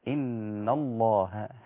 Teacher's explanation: إن الله اللام من أولها إلى آخرها مغلظة